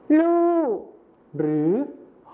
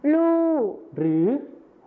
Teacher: การเปลี่ยนเสียงพยัญชนะต้นเดียวนะครับก็คือรอเรือในภาษาไทยมาตรฐานนะครับไปเป็นพยัญชนะต้นเดียวในภาษาถิ่นอีสานก็คือลอลิงกับฮอนกฮู้